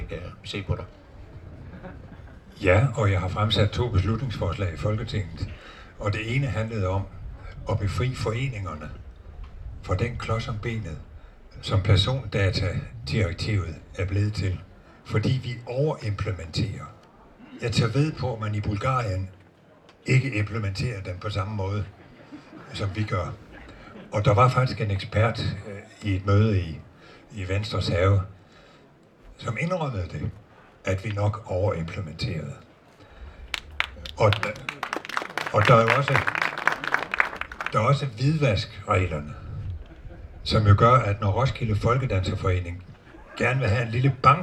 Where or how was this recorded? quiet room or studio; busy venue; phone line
busy venue